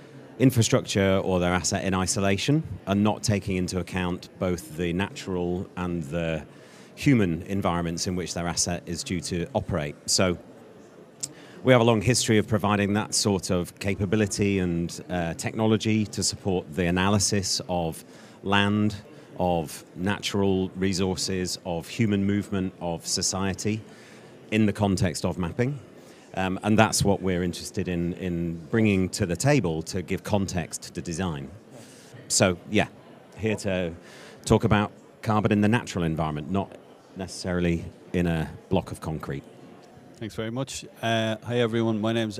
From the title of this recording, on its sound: Live from Dublin